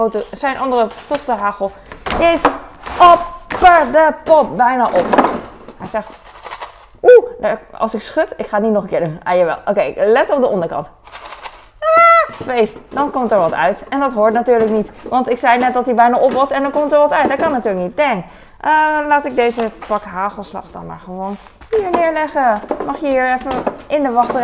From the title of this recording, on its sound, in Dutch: Fijne achtergrondgeluiden